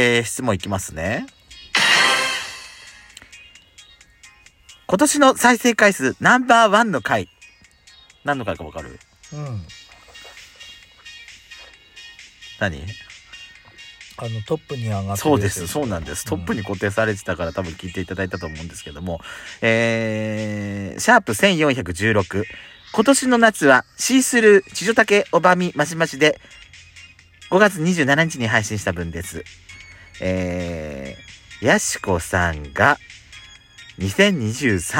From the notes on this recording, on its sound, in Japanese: Radiotalk。2人組。パーキング収録。